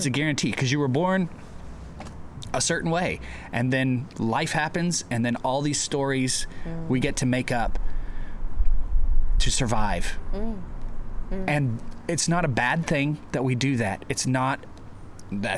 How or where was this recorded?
outdoors